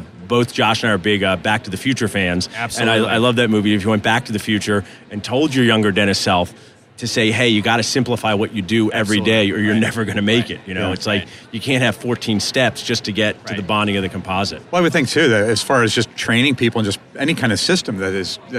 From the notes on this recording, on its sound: Live from the 3M booth at the GNYDM 2019